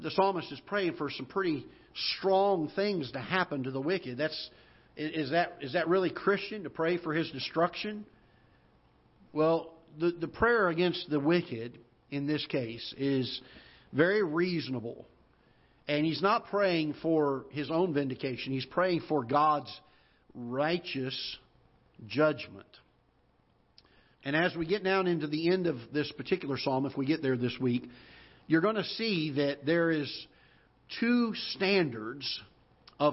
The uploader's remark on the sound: Ketha Heights Baptist Church ~ Live Broadcast.